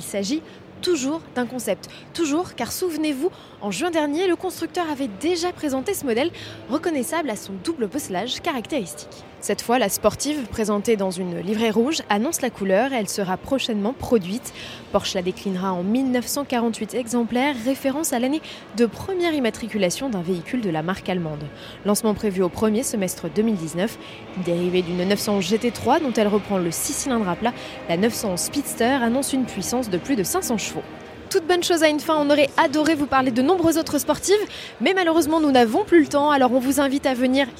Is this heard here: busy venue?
yes